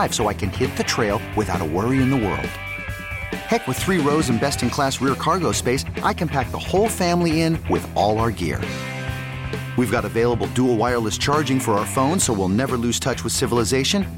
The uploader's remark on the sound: live at Freidmans